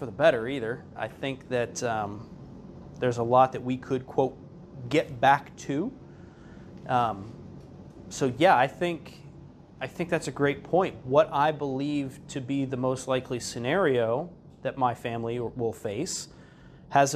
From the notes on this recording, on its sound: This episode is an audio recording of an Educational Seminar I taught.